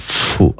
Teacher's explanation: ini keluar nafas banyak ya, ujung gigi atas ya terkena bibir bawah bagian dalam